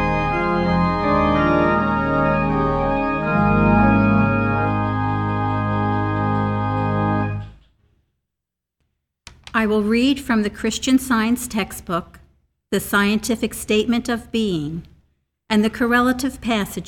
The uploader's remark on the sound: The Sunday service audio